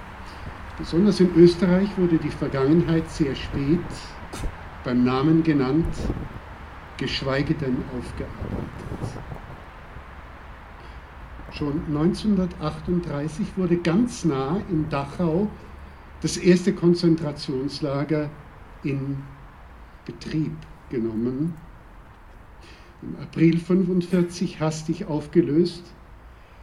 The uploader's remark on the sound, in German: Stimmen von den Straßen Innsbrucks. Aufgenommen im November 2016 bei Gedenkfeiern und Demonstrationen. Chorproben vor dem Goldenen Dachl und der Annasäule.